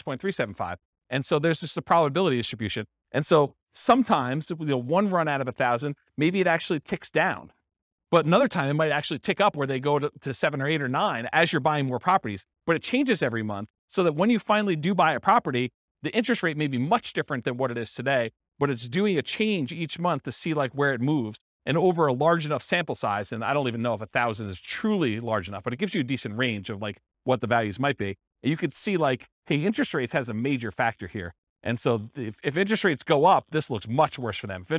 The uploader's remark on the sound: This was a live class recorded